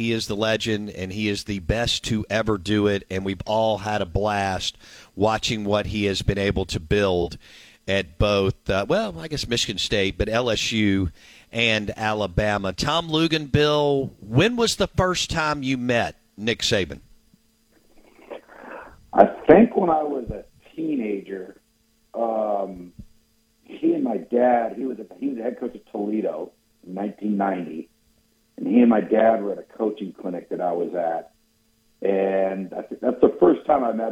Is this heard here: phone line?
yes